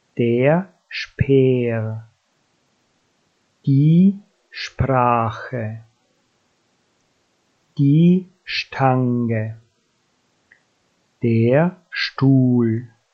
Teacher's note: Bei den Buchstaben SP und ST spricht man das S wie Sche, Sch aus.